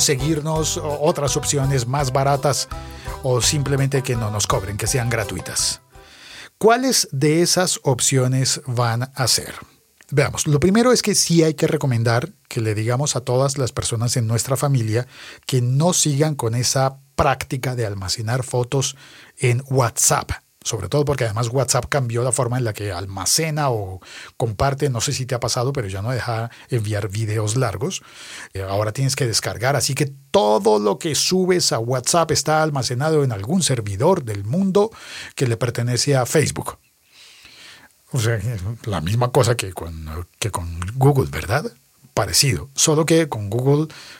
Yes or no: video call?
no